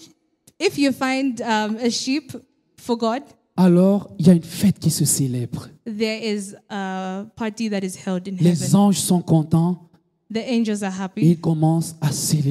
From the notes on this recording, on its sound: Preached during Joyful Hour Sunday Service Rabat